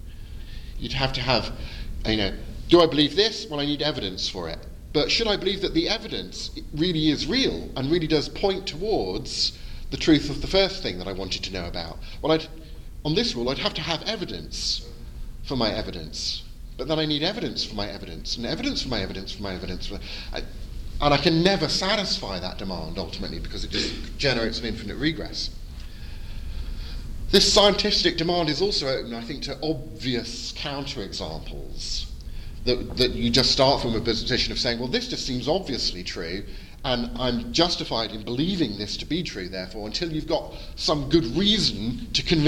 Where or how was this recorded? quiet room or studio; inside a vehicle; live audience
live audience